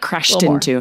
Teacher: it's so hard to even make yourself make that D sound. So it comes out as a T.